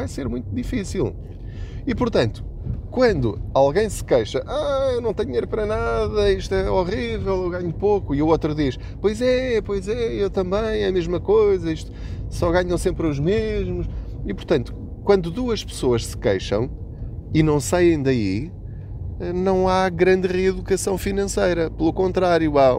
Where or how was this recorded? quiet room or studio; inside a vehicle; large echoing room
inside a vehicle